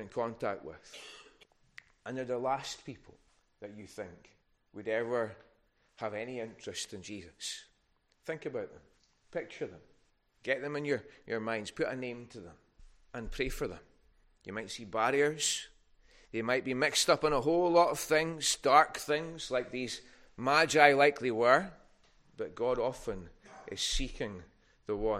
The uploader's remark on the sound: recorded at North Harris Free Church on the morning of Sunday, 8th January 2023.